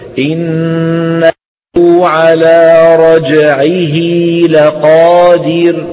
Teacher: فنطول الضمة حتى يتولد منها واو في النطق. علماؤنا علماء علم ضبط المصاحف جزاهم الله عنا خيرا زادوا واو صغيرة حتى ينبه القارئ أنه أشبع الضمة يا أيها القارئ، لكننا إذا وقفنا نحذفها.